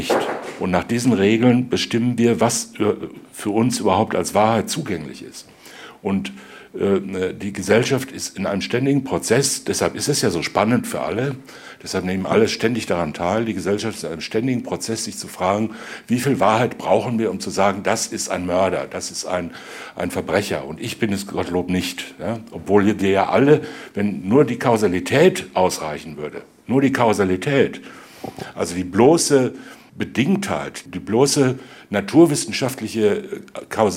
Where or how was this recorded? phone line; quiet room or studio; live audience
live audience